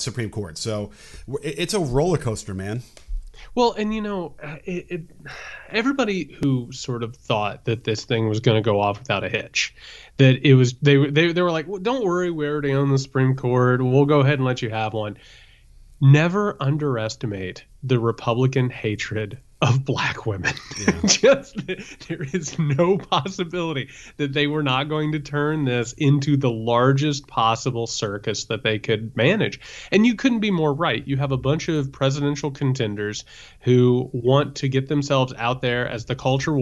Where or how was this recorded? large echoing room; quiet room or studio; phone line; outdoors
quiet room or studio